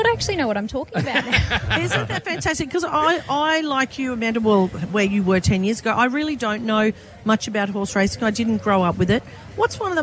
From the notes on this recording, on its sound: Were live from Surfers Paradise Beach this morning for the Magic Millions Barrier Draw.